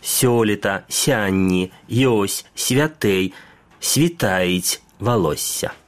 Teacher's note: «С» – шепелеватый звук, средний между «С» и «Ш» – имеем только перед мягкими